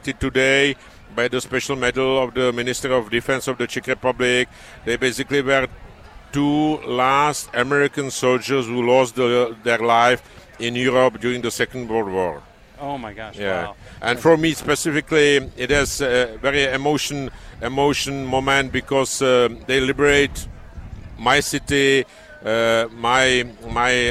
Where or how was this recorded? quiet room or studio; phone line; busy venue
busy venue